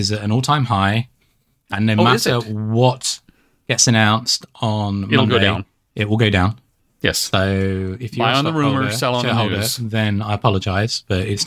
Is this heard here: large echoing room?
no